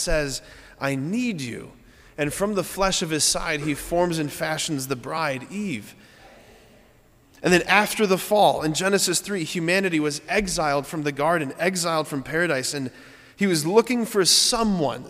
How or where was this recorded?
large echoing room